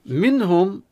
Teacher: يعني نظهر النون من مخرجه من دون غنة · Term: إظهار